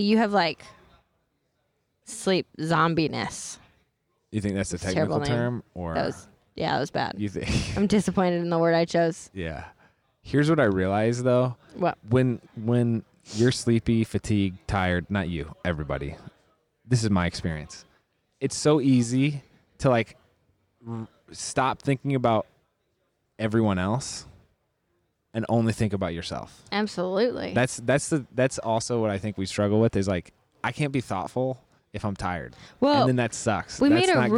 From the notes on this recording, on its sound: we’re recording LIVE at the Miami Super Bowl from Sleep Number’s booth in the Super Bowl Media Center